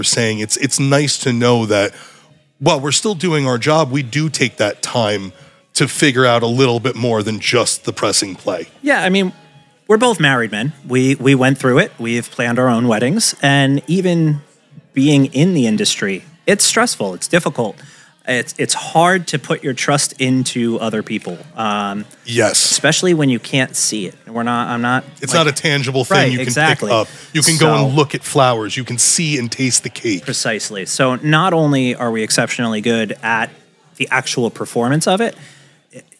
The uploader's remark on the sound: live recording taken from the all new EMG Podcast Studio during the HQ Grand Opening Event September 27, 2023